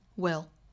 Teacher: 我们再把它弱读，语调更低，用力更轻弱